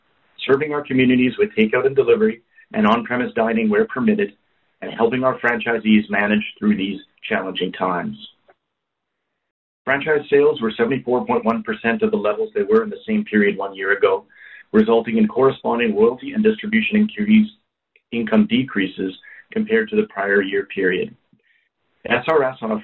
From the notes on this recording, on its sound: First quarter 2021 earnings call for Boston Pizza Fund.